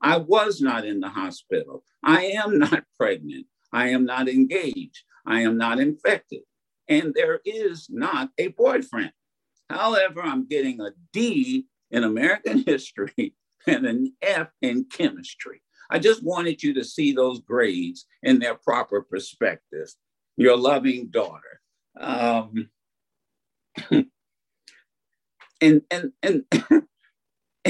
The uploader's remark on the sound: Keynote address to a virtual networking event hosted by The Michigan Banner in conjunction with the Rising of the Phoenix organization and sponsored by Delta College.